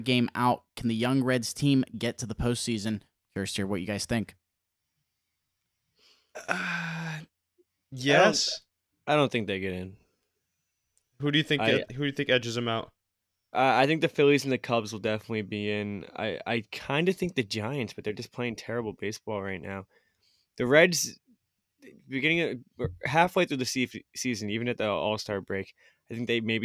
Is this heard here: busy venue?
no